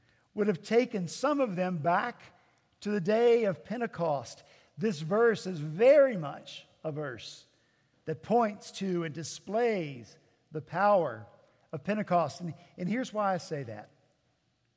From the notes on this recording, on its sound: At Redeemer Presbyterian Church in Charleston, SC